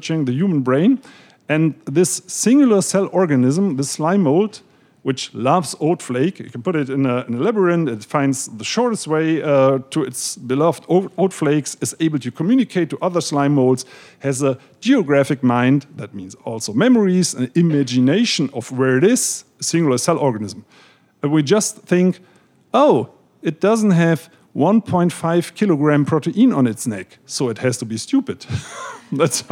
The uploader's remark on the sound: In front of an audience at Powell’s Books.